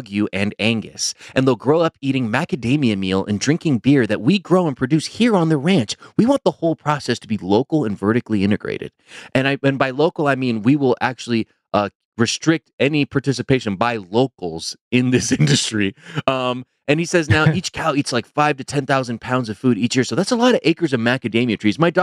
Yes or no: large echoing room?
no